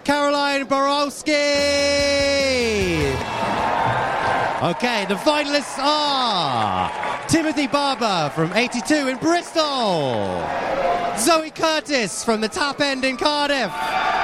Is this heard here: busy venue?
yes